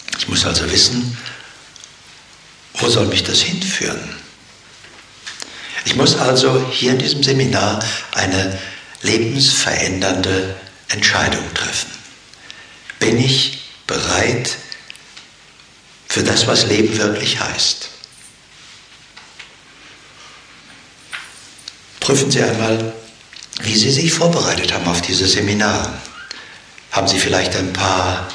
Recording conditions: live audience